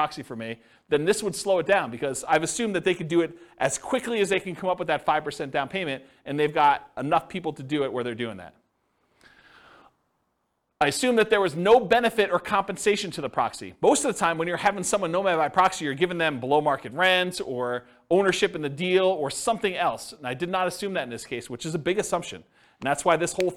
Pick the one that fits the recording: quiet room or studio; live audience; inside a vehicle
live audience